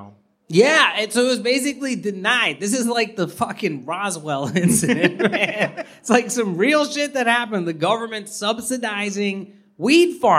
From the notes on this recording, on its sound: You will after experiencing this special live episode, recorded at the Green Street building in Los Angeles.